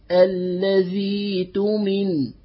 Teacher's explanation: عندنا القاعدة إذا التقى ساكنان فإذا كان أولهما حرف مد يحذف، إذا سيحذف، ستحذف الياء، ستحذف الياء بعد الذال، وستسقط همزة الوصل في الدرج في الوصل، وستثبت الياء المبدلة عن همزة